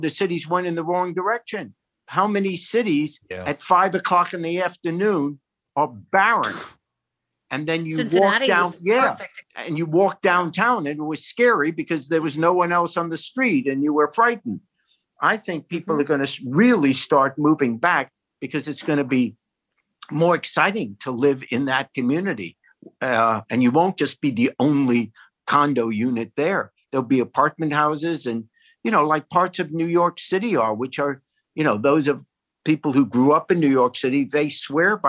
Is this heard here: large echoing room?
no